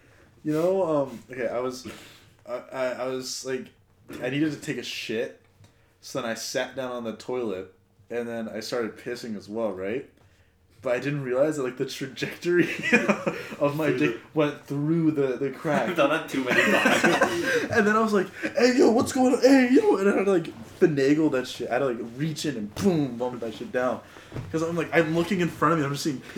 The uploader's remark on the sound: we record our first ever episode with one mic, a laptop, and three guys